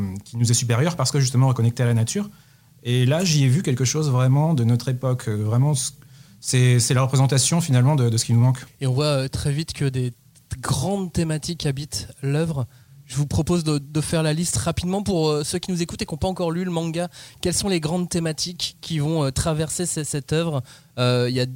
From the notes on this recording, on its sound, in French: participation à l'émission, par téléphone